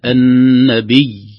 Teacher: الياء مشددة يوقف عليها بشدة مع سكونها